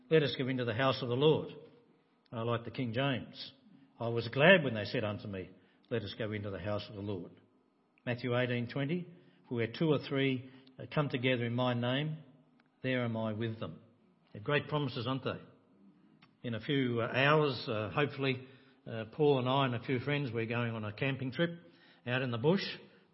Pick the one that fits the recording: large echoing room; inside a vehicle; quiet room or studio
large echoing room